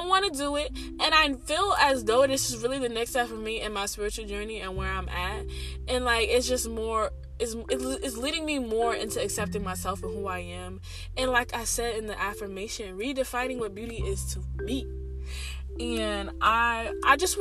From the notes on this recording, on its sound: Apologies for the noises I was driving but felt so inspired to record I didn’t want the words to elude me. About half way through it stops.